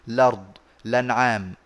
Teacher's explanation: بعارضه إذا اعتددت بالضمة واعتبرتها وأخذت، وأخذت بها واعتبرتها عاملا مؤثرا فلا تبدأ بالهمز فتبدأ بلام مباشرة